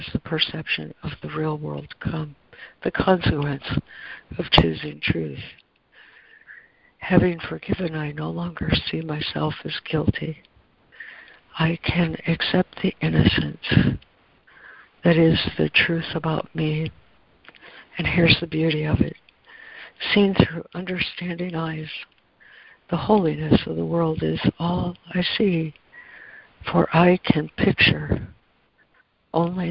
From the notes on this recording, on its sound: ACIM Daily Conference Call